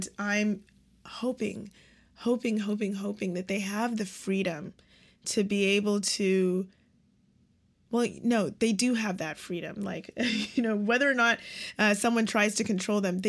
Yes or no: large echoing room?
no